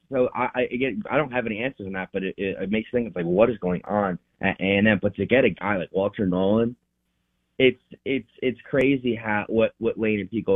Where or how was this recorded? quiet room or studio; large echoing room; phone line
phone line